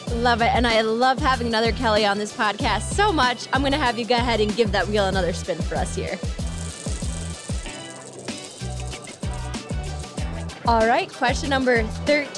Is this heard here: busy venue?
yes